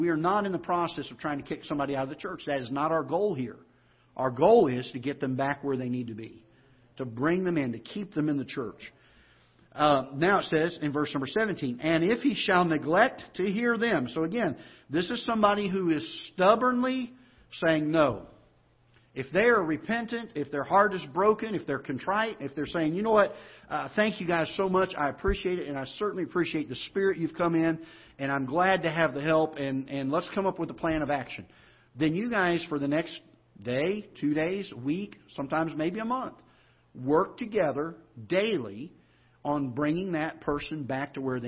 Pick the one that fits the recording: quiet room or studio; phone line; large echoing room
large echoing room